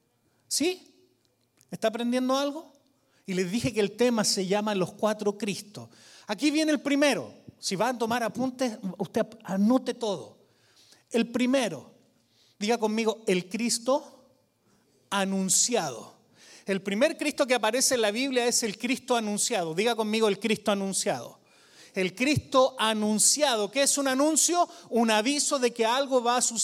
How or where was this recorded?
large echoing room